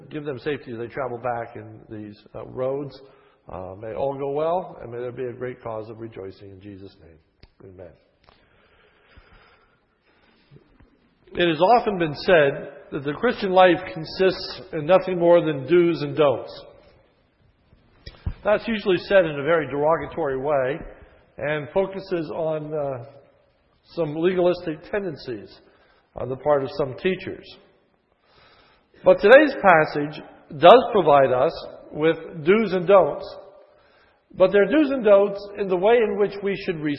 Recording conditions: large echoing room